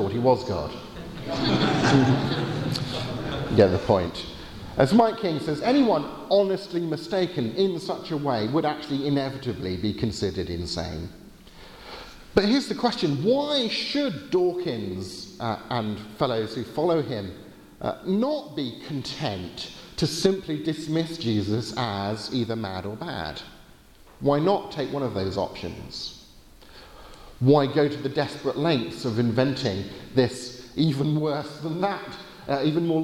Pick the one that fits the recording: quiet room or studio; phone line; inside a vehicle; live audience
live audience